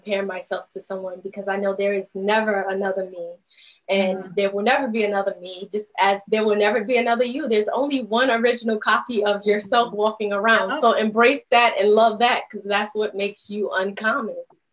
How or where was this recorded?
video call